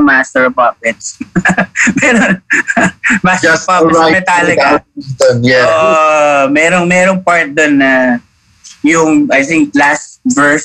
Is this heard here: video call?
yes